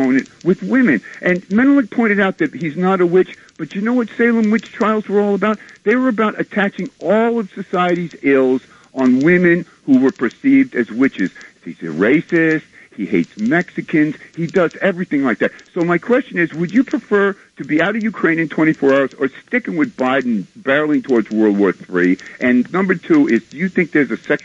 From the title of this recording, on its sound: Listener Call-ins